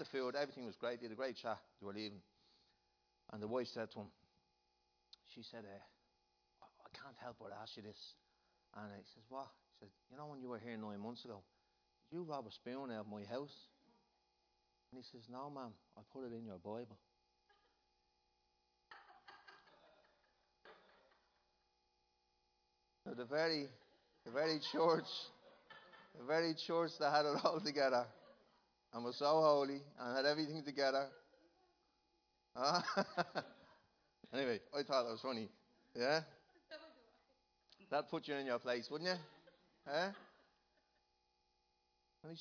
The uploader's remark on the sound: Recorded live in Liberty Church on 23rd June 2019